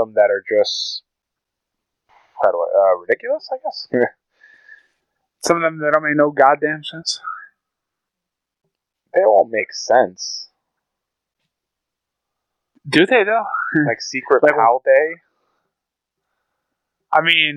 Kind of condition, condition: fault, poor microphone